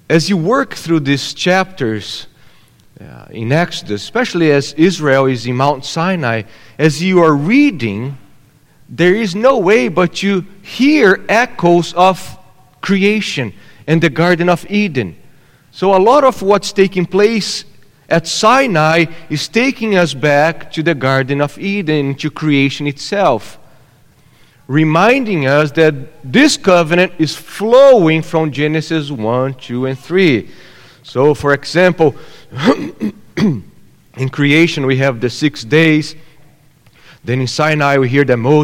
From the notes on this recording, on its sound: at Gracious Cross Reformed Church Salem on Sunday, February 6th, 2022